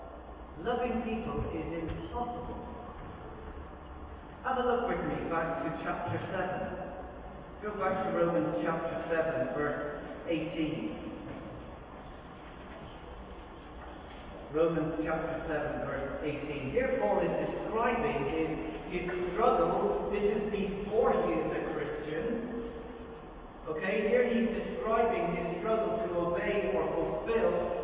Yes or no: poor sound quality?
yes